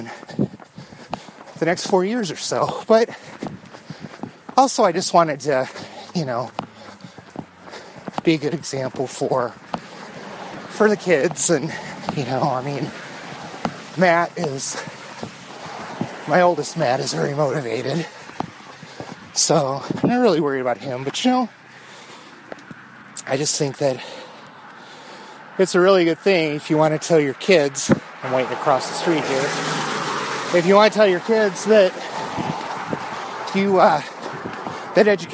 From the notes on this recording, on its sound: I hit the road for a couple of easy miles and after some technical difficulties finished my thoughts at home.